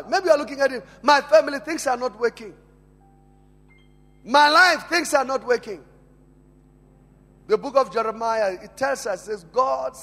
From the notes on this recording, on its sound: Family Conference 2018. Preached at Emmanuel Christian Church, Arcadia Campus.